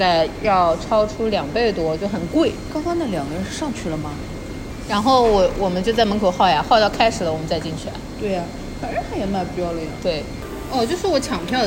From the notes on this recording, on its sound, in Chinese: 每次录制基本都是在餐厅吃饭，没有条件升级录音设备。本次录制花费：… 大概300来块吧。